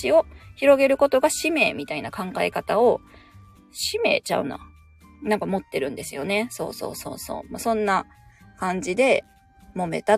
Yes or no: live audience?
no